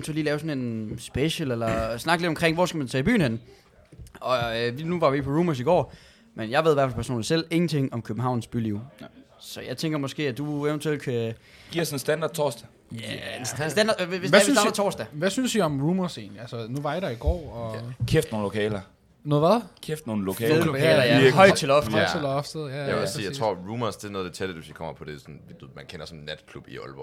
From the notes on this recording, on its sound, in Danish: Live Fra Guldgrillen!